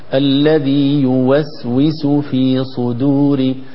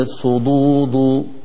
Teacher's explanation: صدور الدال رقيقة بعد الصاد مفخمة · Shown in: first take · أحيانا الدال متأثرة بالصاد نقول في صدور، واضح؟